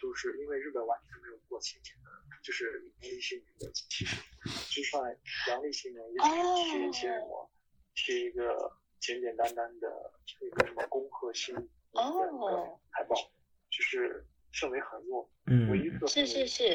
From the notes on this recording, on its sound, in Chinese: 東京、台北、洛杉磯 三方跨國連線。因跨國錄音 音質問題 請見諒。